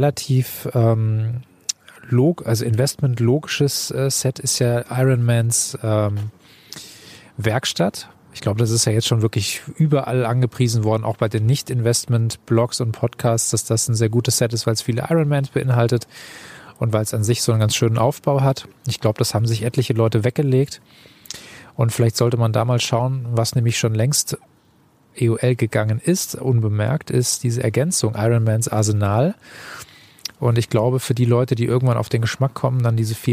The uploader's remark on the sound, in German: Spät am Abend, barfuß am Lagerfeuer- und das erste mal live und direkt.